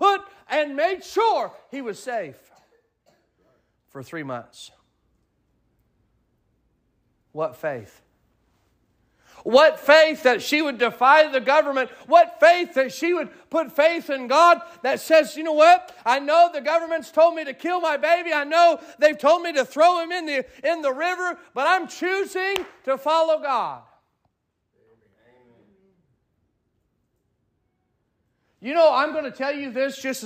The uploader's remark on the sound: Sermon preached at Mid County Baptist Church.